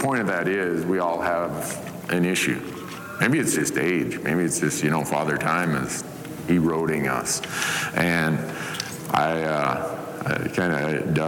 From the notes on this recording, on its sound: Live from Sheep Show. Listen to this live recording.